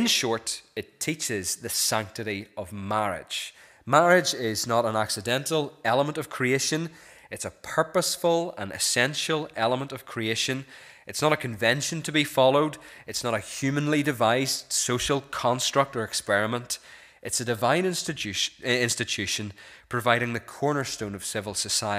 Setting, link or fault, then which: setting, large echoing room